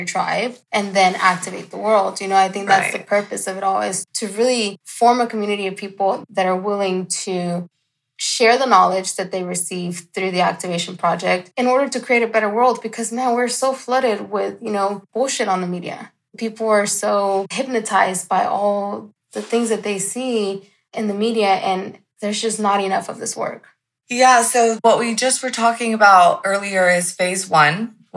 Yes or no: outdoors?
no